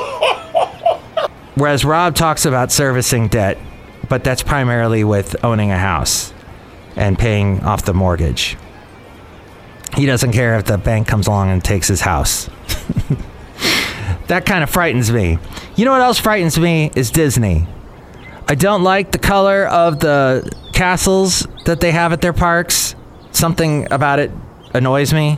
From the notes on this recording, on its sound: podcasts live from Café Anyway